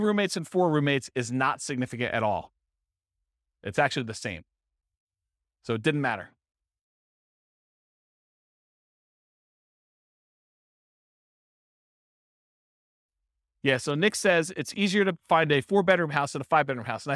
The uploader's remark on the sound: This was a live class recorded